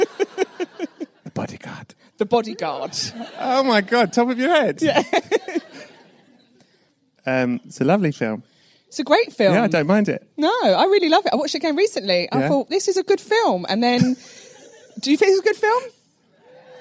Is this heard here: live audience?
yes